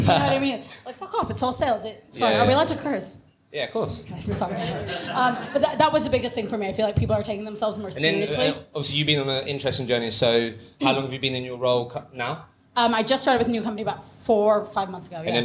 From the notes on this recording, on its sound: We hosted the very FIRST Recruitment Rollercoaster LIVE event in London. I was slightly worried about the audio being good enough quality to share as an episode however it has come out great. A brilliant panel discussion.